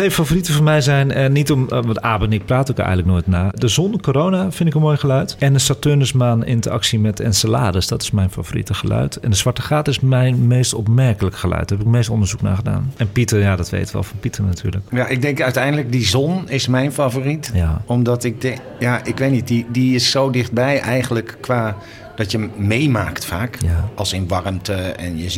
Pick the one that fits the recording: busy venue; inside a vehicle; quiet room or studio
busy venue